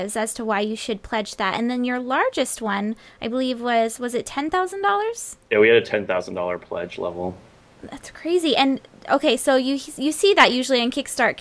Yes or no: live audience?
no